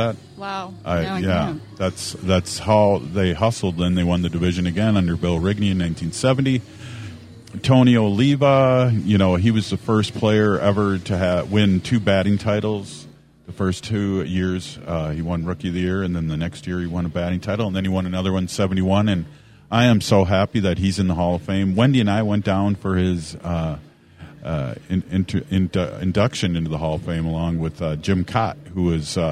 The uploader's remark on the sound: Tune in as we broadcast live from Target Field in Minneapolis for Native American Heritage Night!!